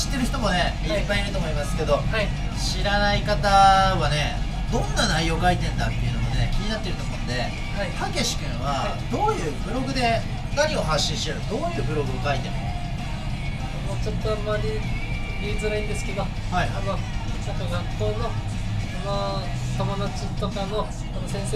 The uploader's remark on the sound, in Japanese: ラジオ収録しながら、同時にピザトーストを売ってます。